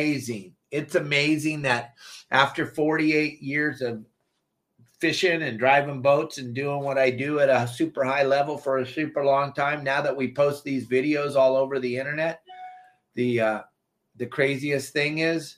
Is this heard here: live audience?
no